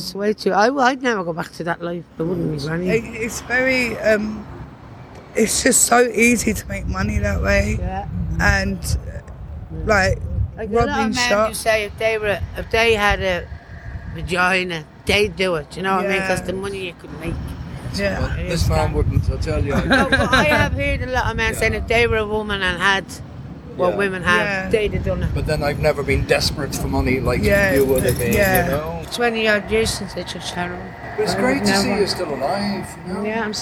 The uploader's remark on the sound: Addicts outside Trinity Court drug clinic in Dublin.